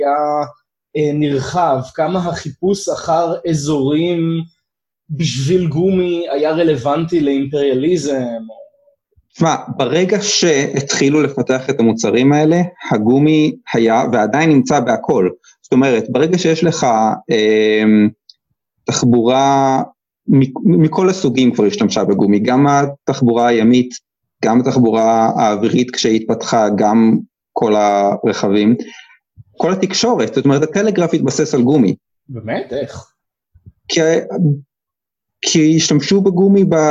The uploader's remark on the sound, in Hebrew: הרמת הקלטה דרך זום